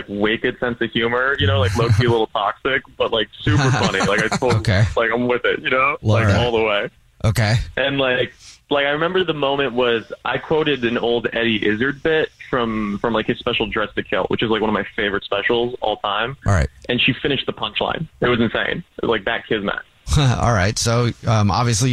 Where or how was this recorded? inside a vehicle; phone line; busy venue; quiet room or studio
phone line